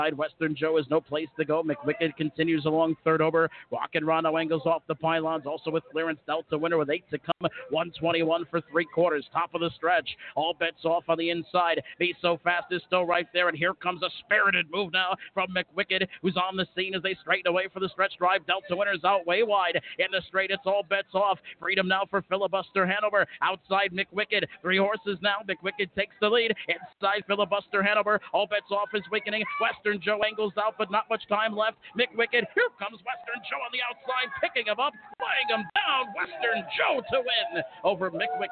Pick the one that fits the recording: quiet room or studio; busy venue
busy venue